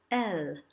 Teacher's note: When singing in English, however, we should always try to use the Italianate L, meaning just form it with the tip of the tongue and not the back of it